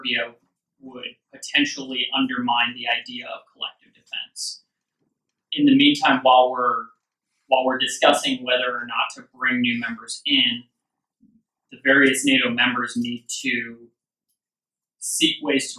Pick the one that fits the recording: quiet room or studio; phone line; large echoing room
large echoing room